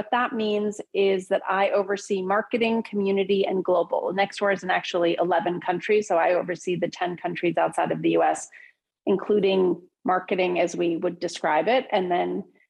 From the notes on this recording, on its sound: Every episode is recorded from MTM’s Live Visionaries Webinar. "Visionaries" originally airs live from zoom every Tuesday at 9 AM PT and is brought to you in partnership with The Wall Street Journal.